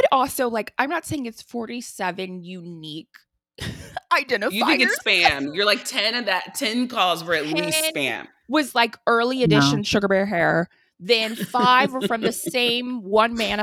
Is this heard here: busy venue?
no